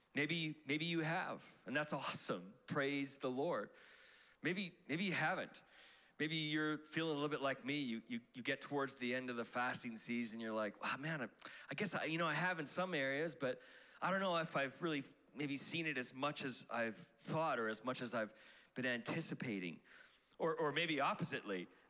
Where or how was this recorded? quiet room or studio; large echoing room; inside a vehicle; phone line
large echoing room